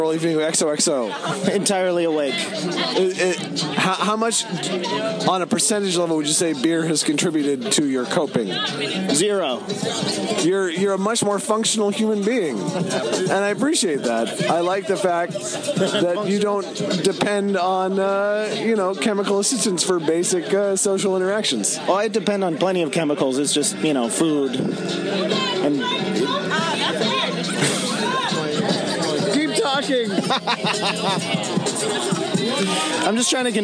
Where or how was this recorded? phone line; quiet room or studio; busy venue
busy venue